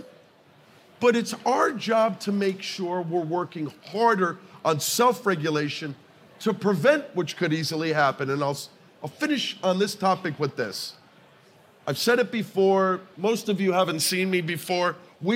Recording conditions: busy venue